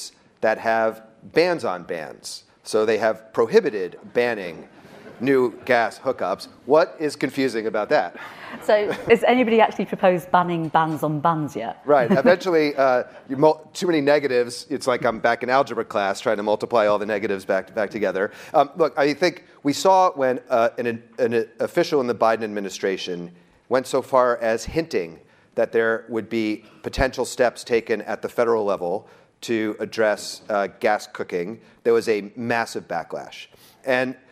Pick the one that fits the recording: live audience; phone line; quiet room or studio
live audience